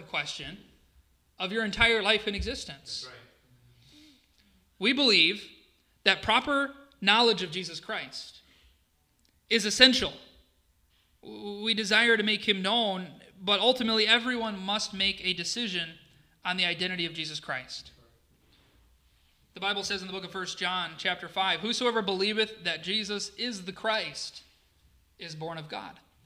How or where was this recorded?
live audience